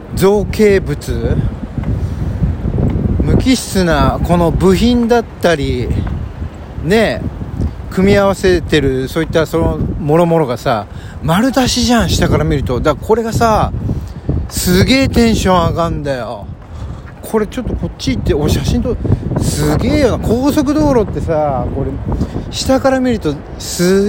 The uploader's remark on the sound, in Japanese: 今日のロケトークは天気のいい神田から九段下までの道中。神田から九段下までの道中を収録しております。歩きながらが楽しい季節になりましたね。